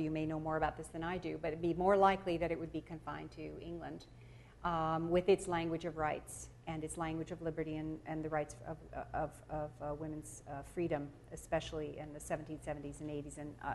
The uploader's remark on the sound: delivers the 17th annual Bliss Carnochan lecture at Stanford